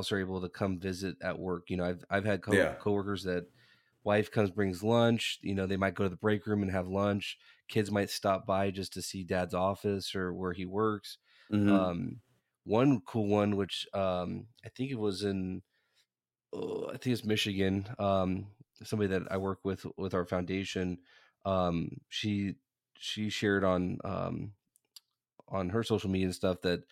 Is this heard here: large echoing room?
no